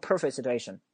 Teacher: 这个 T 在结尾是不发音的